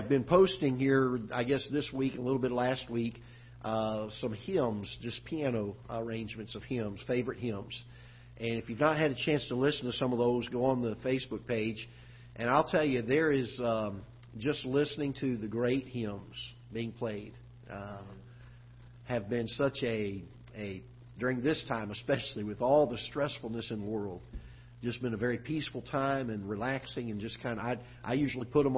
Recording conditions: large echoing room